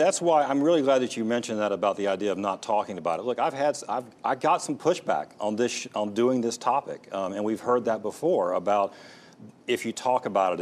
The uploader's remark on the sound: panel discussion was recorded with a live studio audience